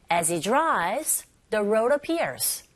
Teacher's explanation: 보통 as he 이런 식으로 as 뒤에 나오는 e라는 모음과 연결돼서 as he drives로 발음되죠